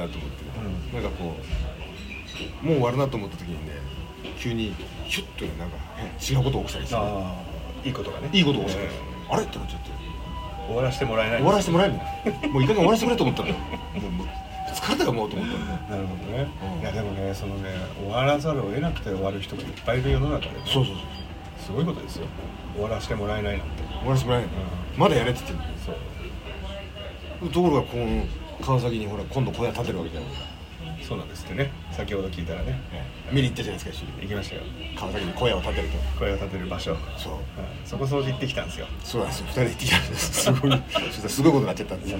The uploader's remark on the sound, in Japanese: 焼肉屋の待合室から！野外録音とは言っても焼肉屋の順番待ちの間の会話から？！